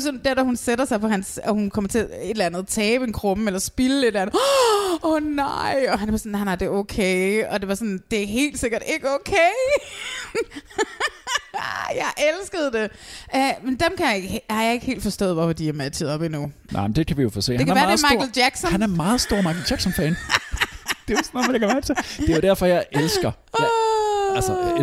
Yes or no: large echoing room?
no